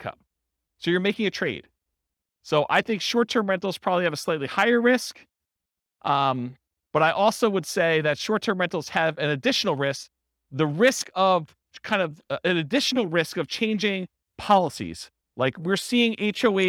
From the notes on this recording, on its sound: This was a live class recorded